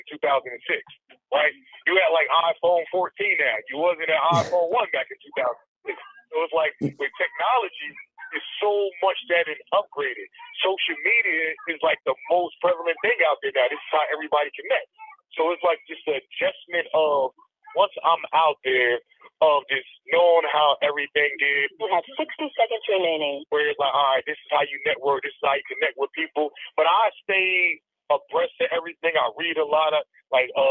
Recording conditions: phone line